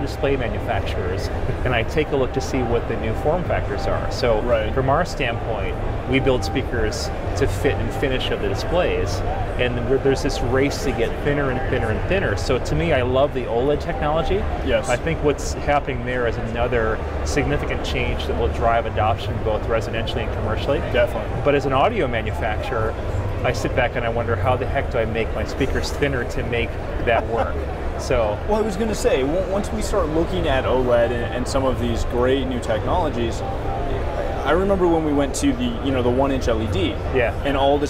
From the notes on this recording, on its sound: Live from InfoComm 2016. Is live from the show floor of InfoComm 2016.